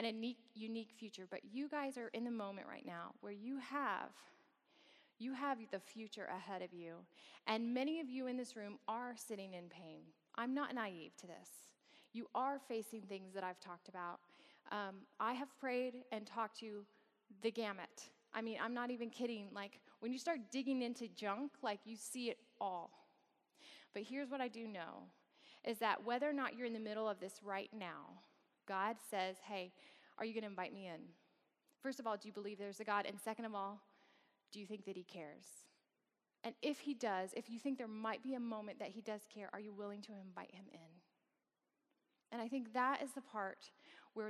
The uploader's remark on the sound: gives a lecture as part of Samford University's Campus Worship on 27 October 2016